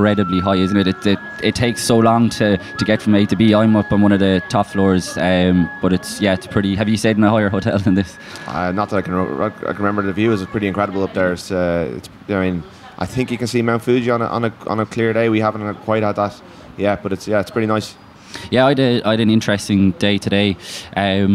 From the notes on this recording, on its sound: After a night of team bonding with some karaoke, the lads assembled in their hotel lobby to discuss all of the above while being soundtracked by a life flute recital in Hamamatsu, the music capital of Japan.